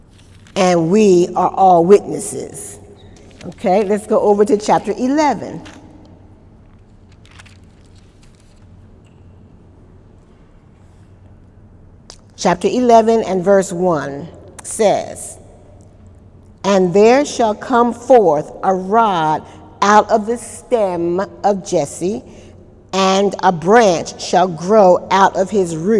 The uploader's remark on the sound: During Wednesday night service on October 1, 2018.